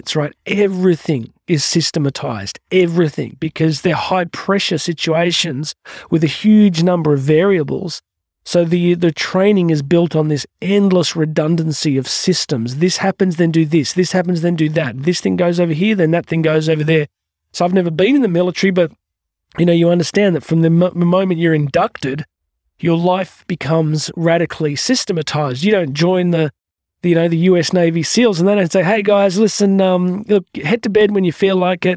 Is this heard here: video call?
no